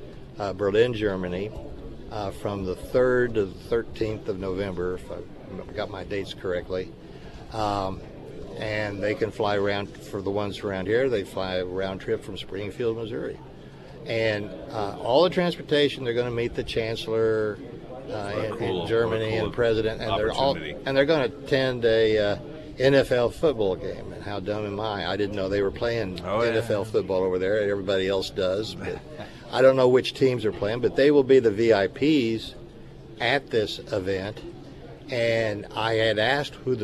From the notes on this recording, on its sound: live at Scramblers Diner